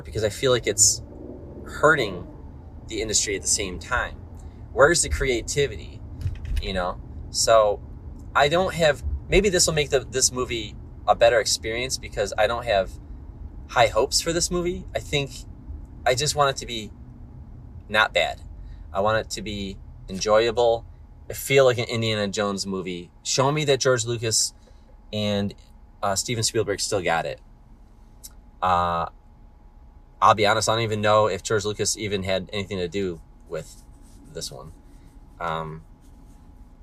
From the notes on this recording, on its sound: I recorded this one in the car